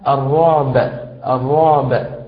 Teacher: فوجب علينا أن نقلقل حرف الباء